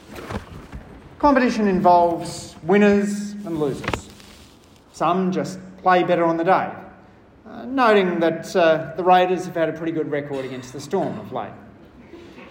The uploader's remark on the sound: I delivered a short speech at the National Small Business Summit on the role of fairness in competition laws.